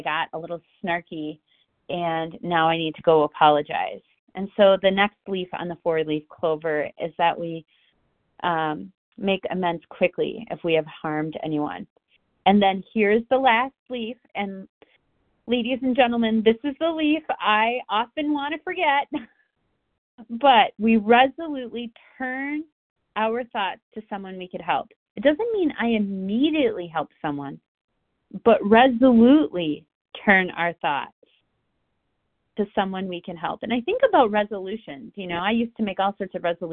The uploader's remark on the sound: From the 100 Pounders Phone Meeting.